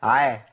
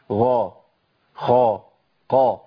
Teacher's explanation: الغين والخاء والقاف، الثلاث حروف دول انفتاحهم فيهم بيسمى انفتاح جزئي · Shown in: second take